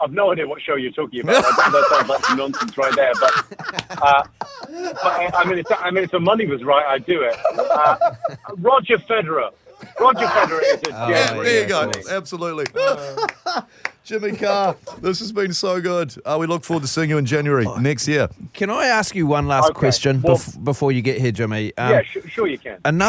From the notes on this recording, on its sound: We were joined on the phone by UK Comedian